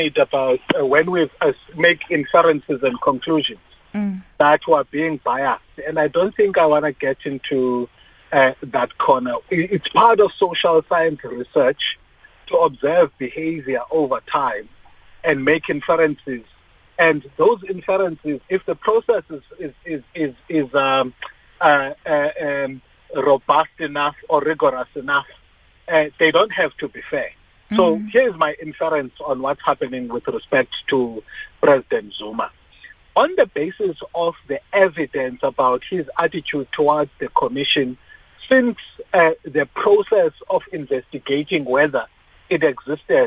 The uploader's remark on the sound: we are joined on the line